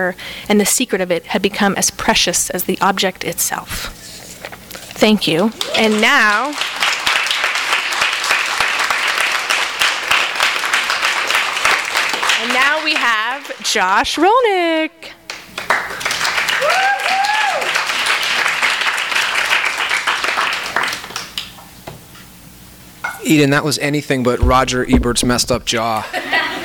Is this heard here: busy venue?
yes